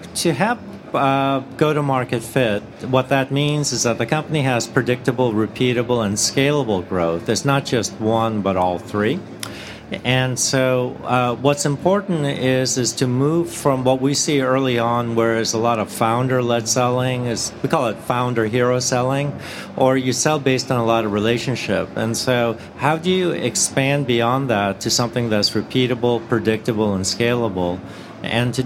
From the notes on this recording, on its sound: recording live at the Podcast Studio at SaaStock18